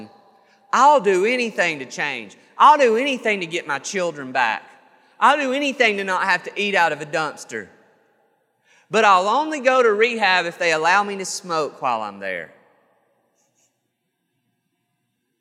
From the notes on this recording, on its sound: This sermon was recorded on January 5th, 2022 at Matthew's Table Church in Cleveland, TN